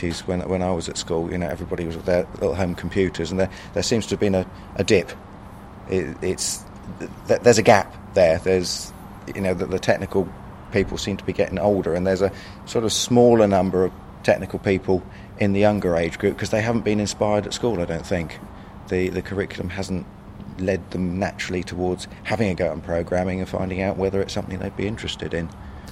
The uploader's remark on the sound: The interview was conducted at OggCamp 14 , a free culture unconference, held in Oxford UK on the weekend of October 4th-5th 2014. OggCamp Interview.